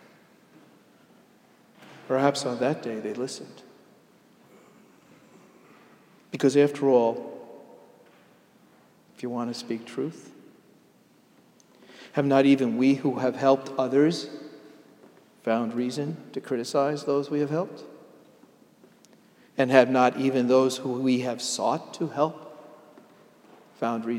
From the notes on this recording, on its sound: Sermon delivered at Jan Hus Presbyterian Church and Neighborhood House NYC